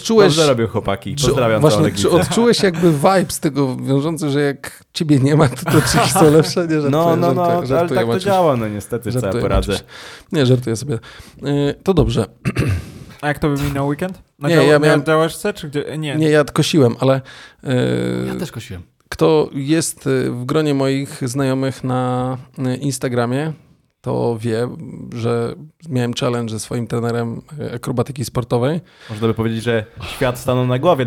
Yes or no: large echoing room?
no